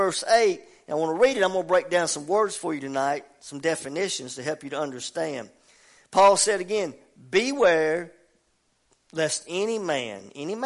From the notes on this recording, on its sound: preaching at Family Worship Center in Athens Tennessee